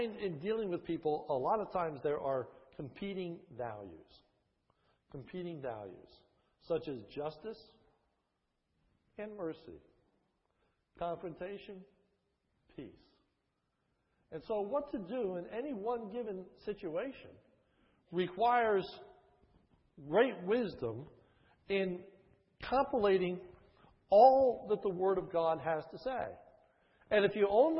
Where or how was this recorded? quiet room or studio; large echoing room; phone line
large echoing room